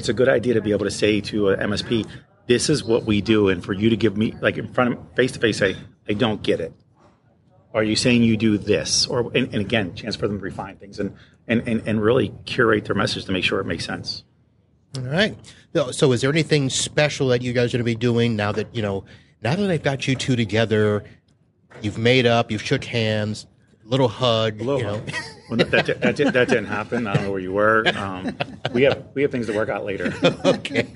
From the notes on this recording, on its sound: Live from ASCII Edge. Live from the ASCII Edge event in Clearwater, FL.